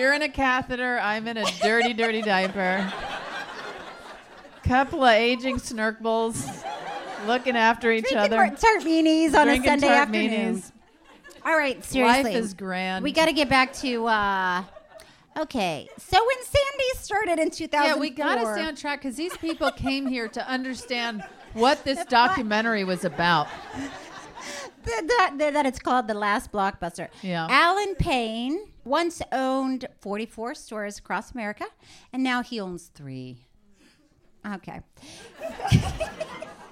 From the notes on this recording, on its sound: LIVE SHOW! Ever LIVE show.